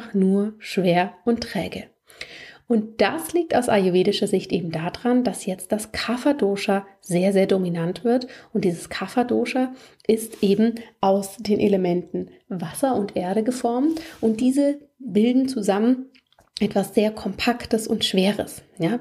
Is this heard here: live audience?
no